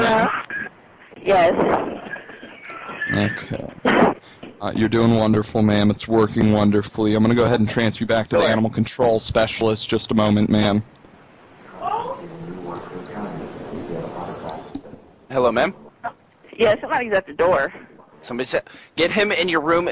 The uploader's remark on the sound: Prank Phone Calls